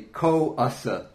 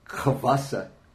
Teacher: the O, in order to form a sandhi, turns into a V · Shown in: second take